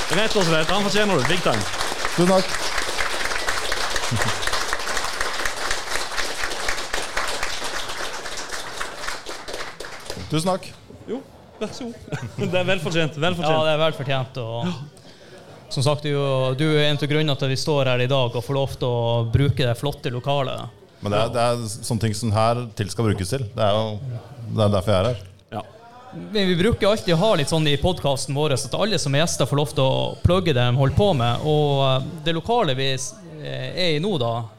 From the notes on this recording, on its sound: TILTcast 3.0 live-show.